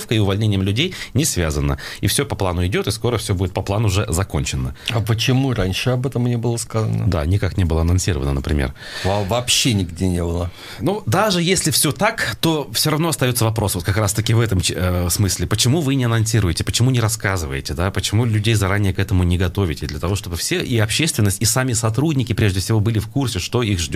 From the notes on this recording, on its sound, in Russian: По телефону